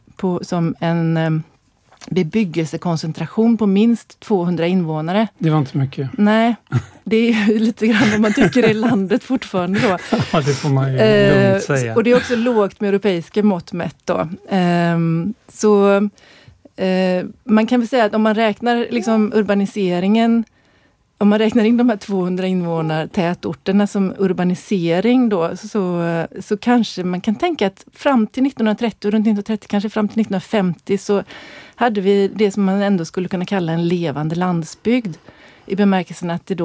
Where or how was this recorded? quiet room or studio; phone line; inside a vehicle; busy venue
quiet room or studio